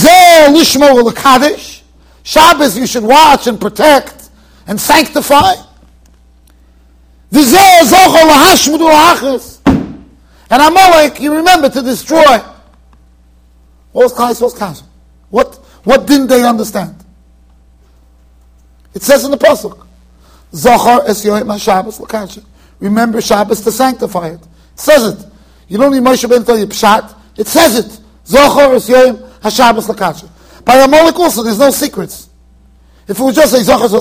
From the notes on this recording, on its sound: Shiur recorded in Yeshivas Ohr Reuven, Monsey NY.